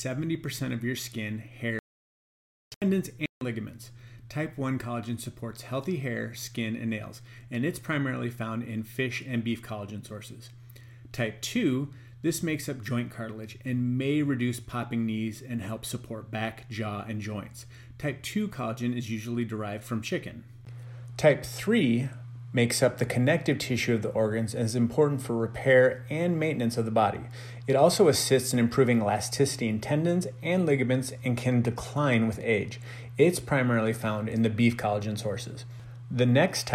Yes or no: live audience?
no